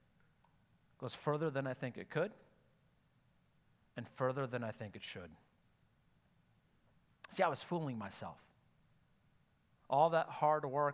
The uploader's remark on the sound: Sunday Service live broadcast